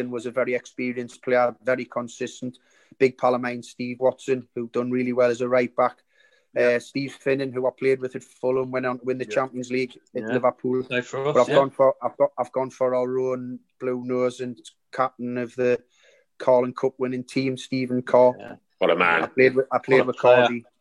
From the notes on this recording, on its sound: Recorded via Zoom.